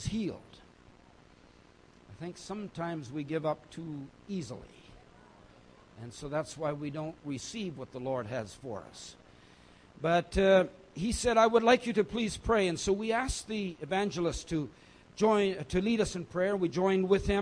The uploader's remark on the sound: message from Foundation Conference Friday evening 3 June